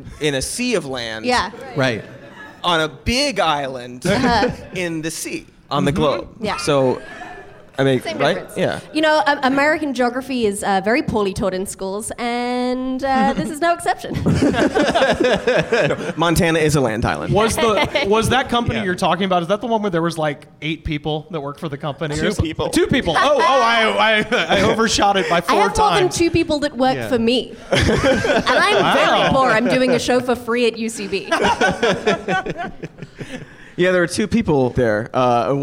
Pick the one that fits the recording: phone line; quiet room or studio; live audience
live audience